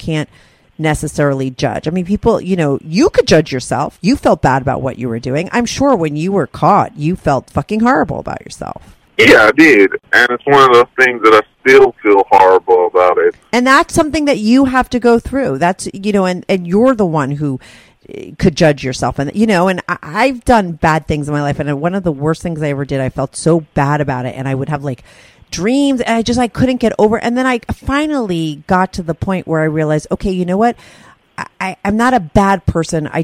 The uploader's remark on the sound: he called in to talk all about it